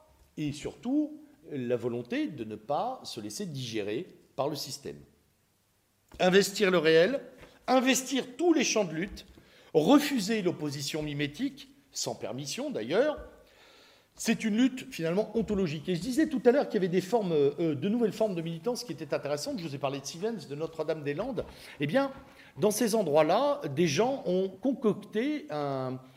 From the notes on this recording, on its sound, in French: Cette conférence a eu lieu dans le cadre de l'université d'été catholique Academia Christiana lors du colloque "l'identité contre la nouvelle tour de Babel" en aout 2016 à Sées dans l'Orne (61) en Normandie.